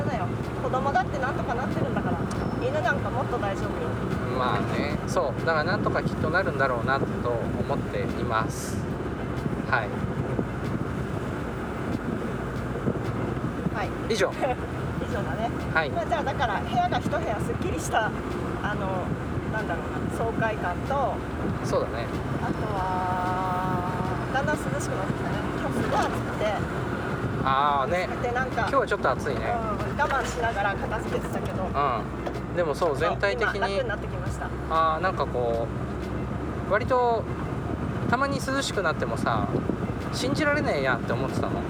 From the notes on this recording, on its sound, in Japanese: 軽トラでクリーンセンターへゴミ出しに向かう道すがらの収録